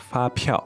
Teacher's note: Okay, first tone, fourth tone